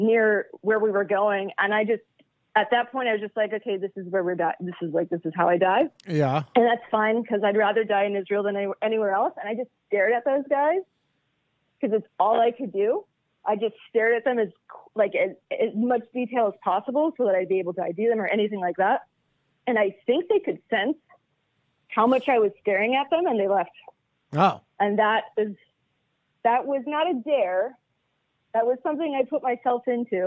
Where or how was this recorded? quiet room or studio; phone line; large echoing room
phone line